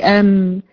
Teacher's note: خرج الصوت من أعلى الأنف، من فتحتي الأنف، وهو الخيشوم، أم خرجت بهن.